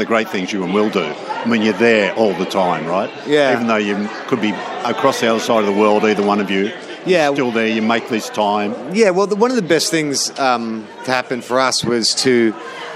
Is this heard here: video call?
no